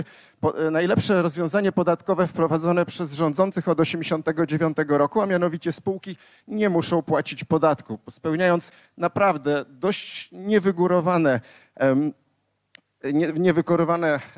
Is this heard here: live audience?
yes